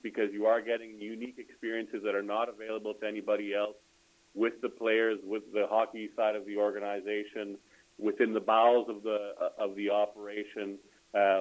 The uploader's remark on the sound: Senators Interactive Access Live Teleconference Call. Interact with Senators season ticket holders via teleconference.